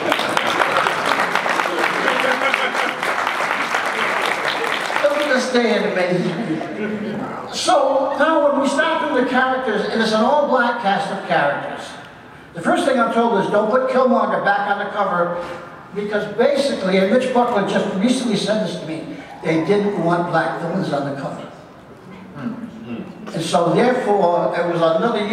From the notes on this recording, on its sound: Black Panther NYCC 2016 Panel_1.mp3.